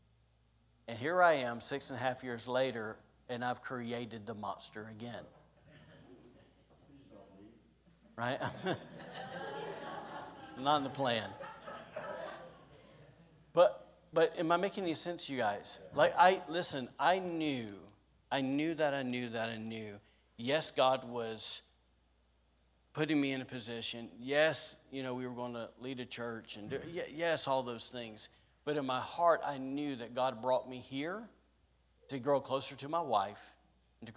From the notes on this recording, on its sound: Was recorded on Sunday, January 2nd, 2022, during service at The Anchor Church in Rockport, Maine.